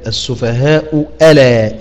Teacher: طبعا لو وصلناها مش هنتكلم لوقف إيه، مش هنتكلم لحمزة وهشام وقفا، وإنما سنتكلم فيما هو أكبر من ذلك، السفهاء ألا، اجتماع الهمزتين من إيه؟ من كلمتين، والثانية منهما مفتوحة بعد الضم، فيكون فيها الإبدال واو مفتوحة